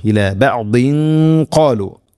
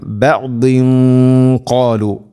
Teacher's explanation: തൻവീനു ശേഷം ഖാഫ്, ഖാഫ് ഹെവി ലെറ്ററാണ്, അതോടുകൂടെ അതിൻ്റെ കൂടെ വരുന്ന ഗുന്നയും ഹെവി ആയിരിക്കണം. ബഅദിൻ ഖാലു ഇങ്ങനെയാവണം. · Term: ഇഖ്ഫാം ബിഗുന്ന